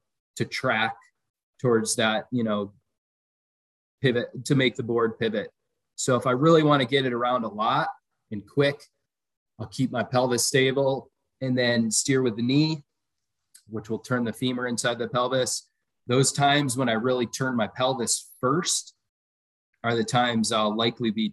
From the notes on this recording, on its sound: This audio comes from a recorded video session through Zoom and was not edited for content.